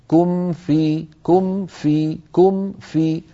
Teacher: نبهوا على أن الميم الساكنة عند الفاء والواو مظهرة